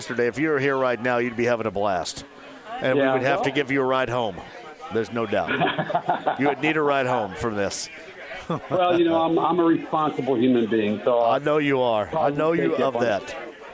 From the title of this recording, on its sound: Live From The Rook